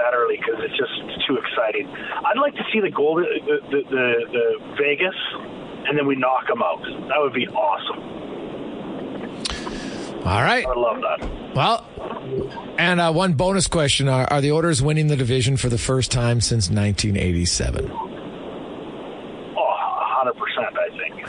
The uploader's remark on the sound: Took your calls.